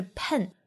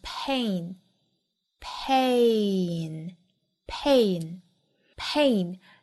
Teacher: 把这个音呢分解开来，是双元音 a 和鼻音 n 的组合，不要直接过渡成了 n · Shown in: second take · Term: 双元音 a 后面跟鼻音 n